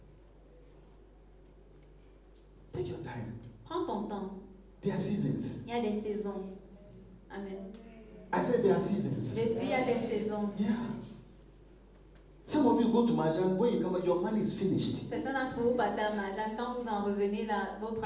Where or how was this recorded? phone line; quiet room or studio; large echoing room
large echoing room